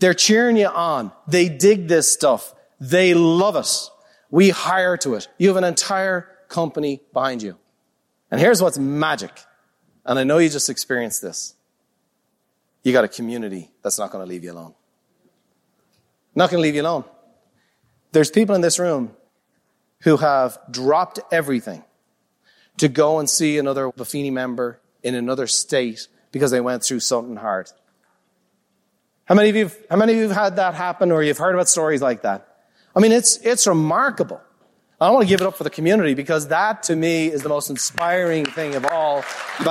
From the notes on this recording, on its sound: a live recording from Peak Experience